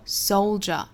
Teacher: soldier 是双音节单词，所以是重弱